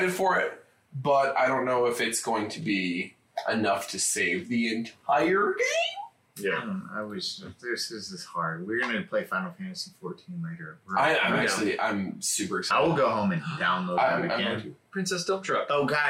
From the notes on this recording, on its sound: BAD AUDIO. YES THE AUDIO IS BROKEN. A WINDOWS UPDATE BROKE OUR AUDIO.